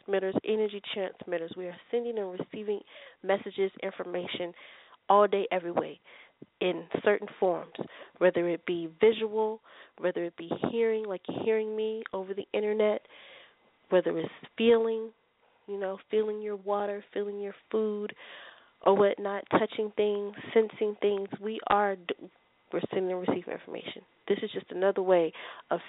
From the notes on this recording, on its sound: I will also be taking your calls for free live on air one question readings.